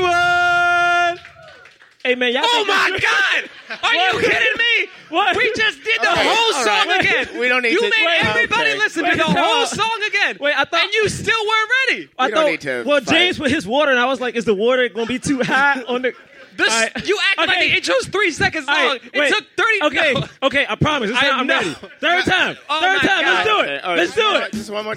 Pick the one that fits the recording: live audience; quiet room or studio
live audience